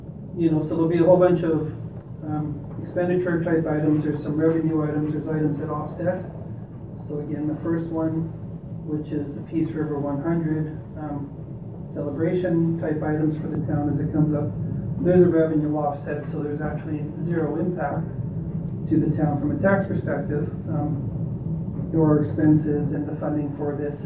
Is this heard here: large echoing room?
yes